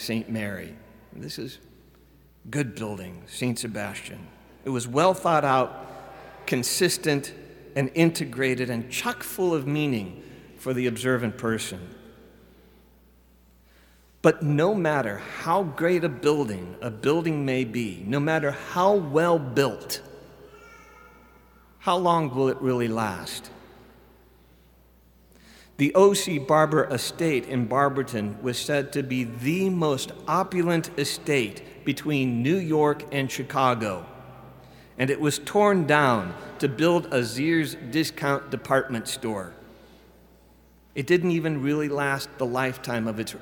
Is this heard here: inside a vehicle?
no